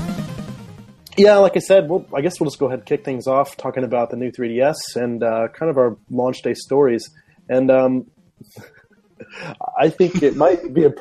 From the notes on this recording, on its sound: Recorded live via Google Hang Outs On Air. Direct interactions during the broadcast!